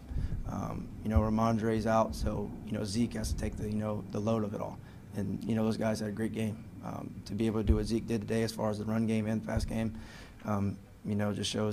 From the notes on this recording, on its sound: addresses the media during his postgame press conference